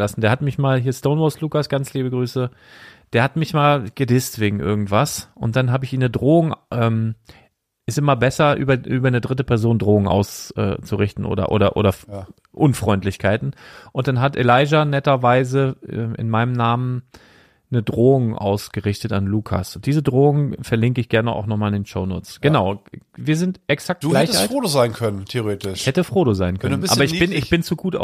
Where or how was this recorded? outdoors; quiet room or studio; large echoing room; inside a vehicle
quiet room or studio